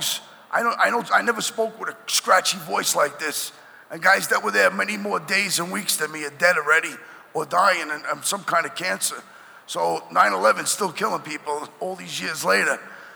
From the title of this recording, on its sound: Live from the International Church of Cannabis